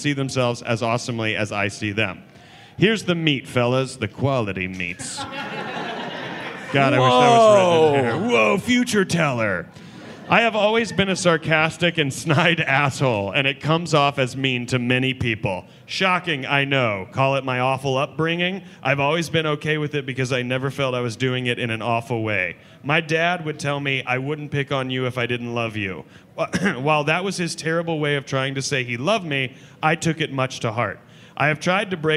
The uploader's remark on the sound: LIVE from Dallas. This week we bring you a very special live episode from the Dallas Comedy Festival!